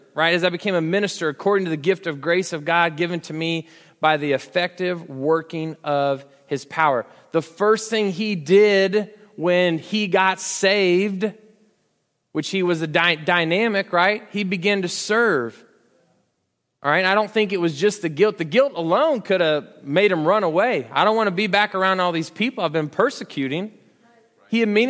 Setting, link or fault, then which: setting, large echoing room